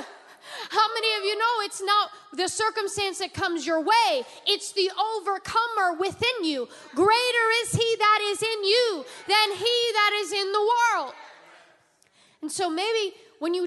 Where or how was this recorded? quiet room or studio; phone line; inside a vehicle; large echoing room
large echoing room